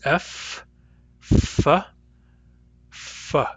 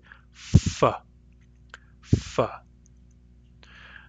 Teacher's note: The F sound is a spirant made by bringing the lower lip against the upper teeth.